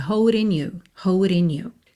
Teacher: Aqui, o D ficou rarara, holding you. O G de holding não é pronunciado? Juntamos pelo N